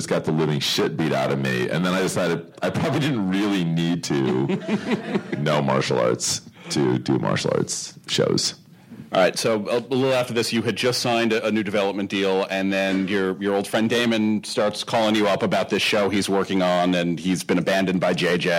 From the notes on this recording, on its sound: From this year's ATX Television Festival